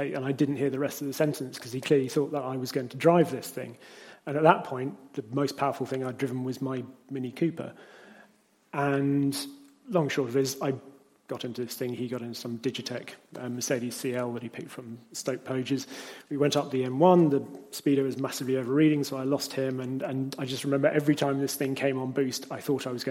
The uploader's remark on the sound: The Intercooler's very first live podcast recording. In front of an audience of 120 car enthusiasts at a wonderful venue, Henry's Car Barn near Gaydon.